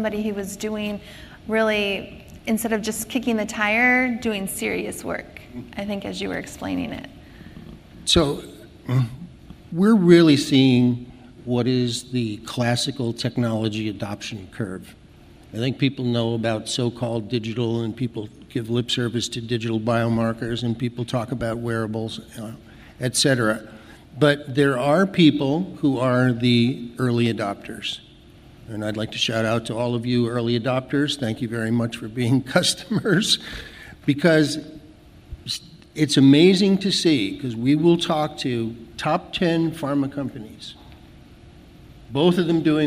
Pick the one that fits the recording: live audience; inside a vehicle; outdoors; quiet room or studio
live audience